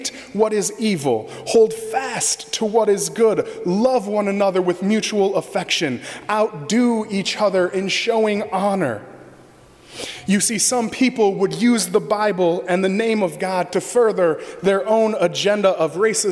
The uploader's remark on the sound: During the 9:00 AM service on Sunday August 27, 2017, at First Presbyterian Church of Arlington Heights, Illinois.